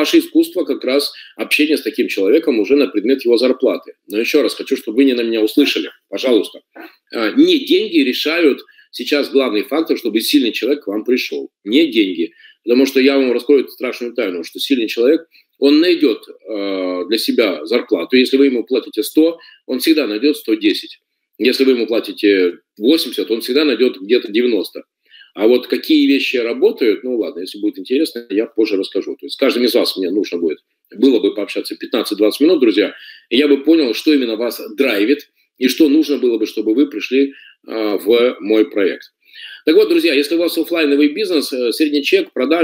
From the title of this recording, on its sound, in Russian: Запись вебинара